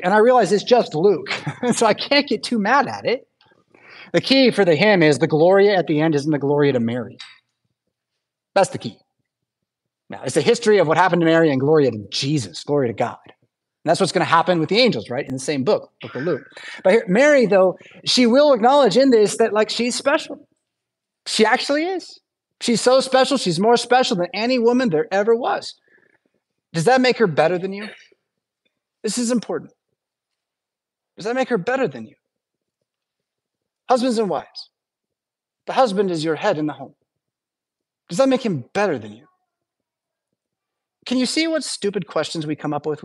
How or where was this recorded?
large echoing room